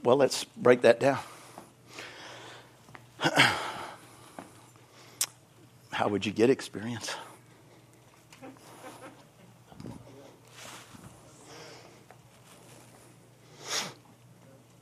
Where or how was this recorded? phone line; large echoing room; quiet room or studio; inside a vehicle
large echoing room